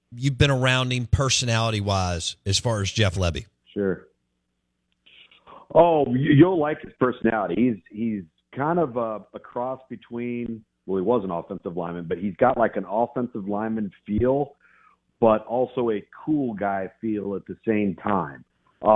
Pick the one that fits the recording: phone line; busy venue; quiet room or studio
phone line